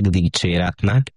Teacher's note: a dicséret is, amit sokan hosszan ejtenek dicséretnek, miközben rövidivel írjuk